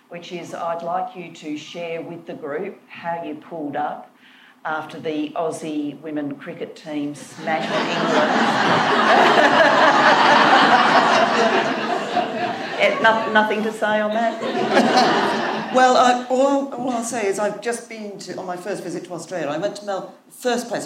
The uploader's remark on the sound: A recording from a live Global Institute for Women’s Leadership event held in London in the week of International Women’s Day, in partnership with Ipsos UK.